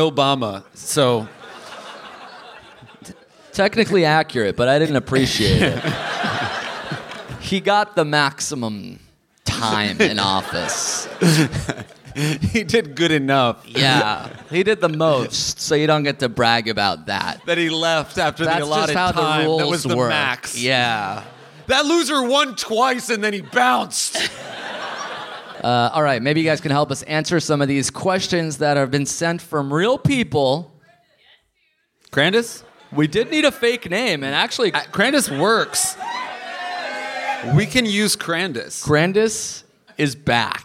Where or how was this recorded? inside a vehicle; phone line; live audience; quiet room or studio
live audience